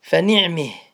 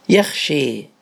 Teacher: أن تميل الفتحة إلى الكسرة كأنك تذهب بها إلى الأسفل، وكذلك الألف تنطقها بين الألف والياء · Term: الإمالة